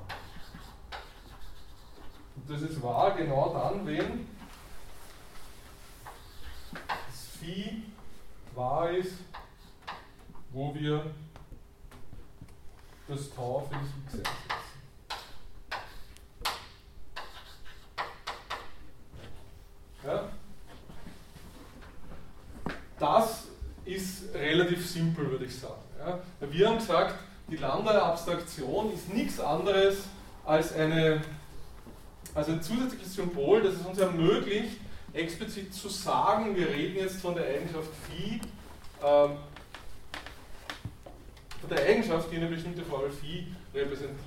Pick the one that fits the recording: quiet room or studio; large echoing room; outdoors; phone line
large echoing room